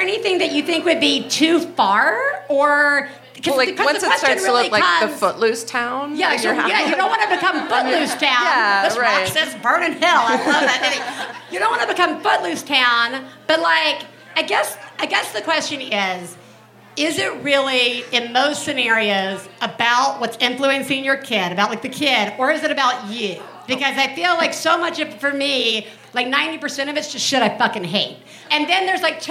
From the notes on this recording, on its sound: Live From Chicago! Live from the GMan Tavern in Chicago.